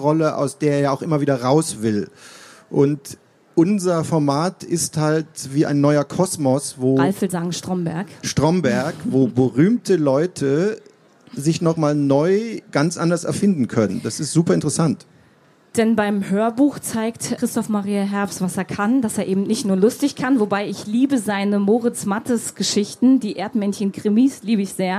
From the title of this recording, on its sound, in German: Live-Interview auf der Frankfurter Buchmesse